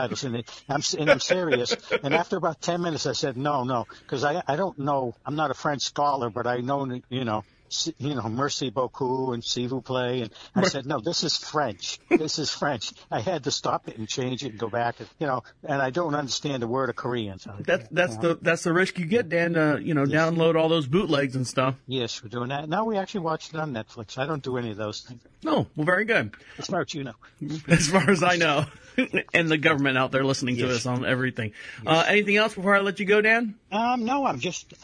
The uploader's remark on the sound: This is a phone call